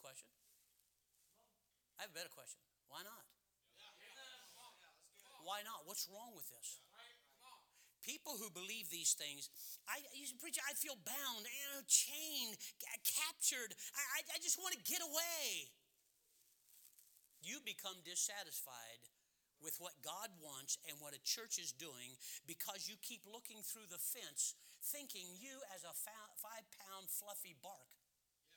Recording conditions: large echoing room